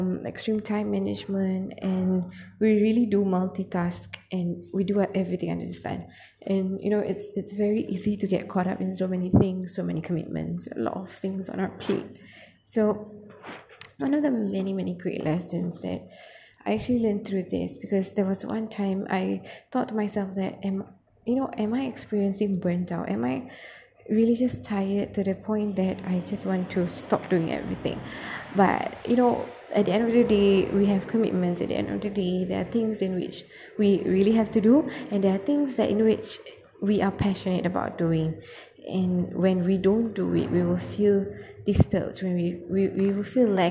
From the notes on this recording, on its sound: Tried to record in a very remote yet public area thus apologies for the abstract background noise